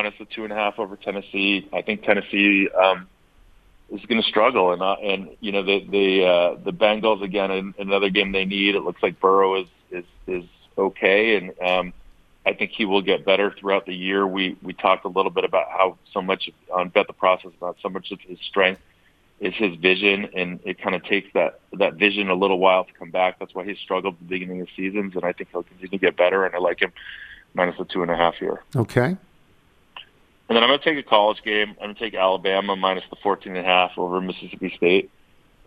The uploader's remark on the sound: phone in with their weekend picks